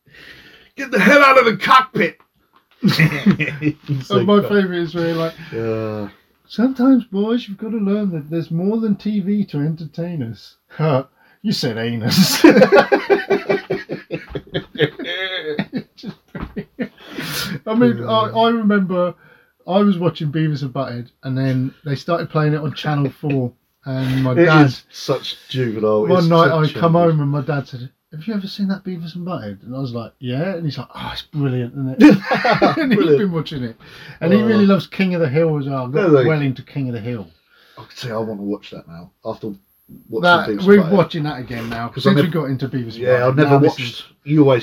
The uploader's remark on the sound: WARNING - Crappy Audio on this particular episode. Complete malfunction of all technologies.